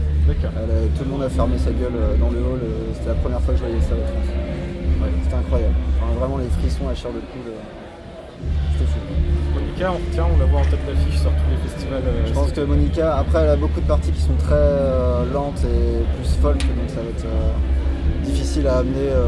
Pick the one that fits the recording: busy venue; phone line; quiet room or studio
busy venue